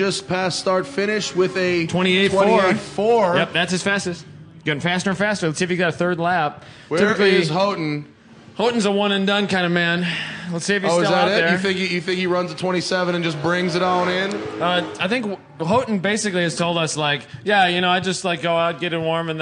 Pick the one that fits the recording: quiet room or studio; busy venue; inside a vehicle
busy venue